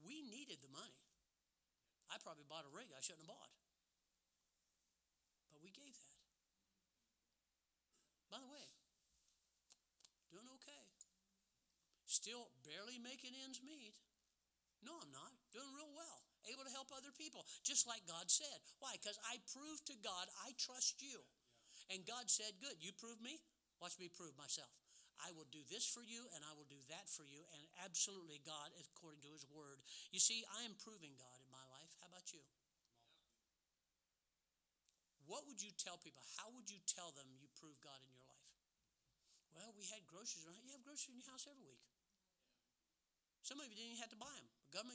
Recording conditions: large echoing room